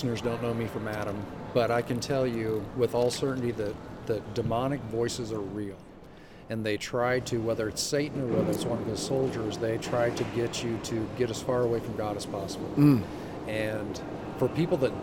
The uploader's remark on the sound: LIVE from CPE 2022!